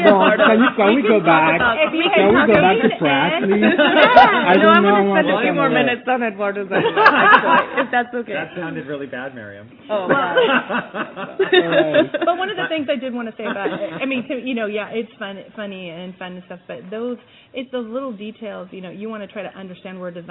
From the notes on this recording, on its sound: Chat live from Pratt Fine Art's institute on Supporting causes and Events.